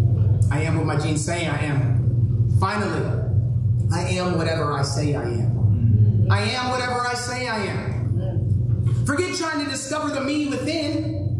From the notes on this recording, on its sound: Due to technical difficulties, the following audio has been pulled from our livestream. Expect lower audio quality.